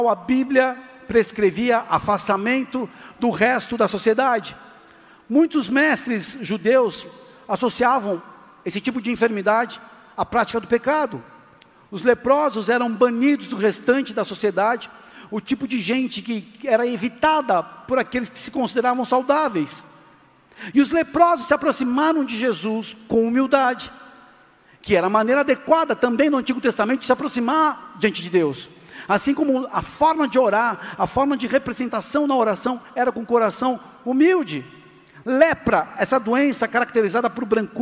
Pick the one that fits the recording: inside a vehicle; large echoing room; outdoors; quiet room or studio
large echoing room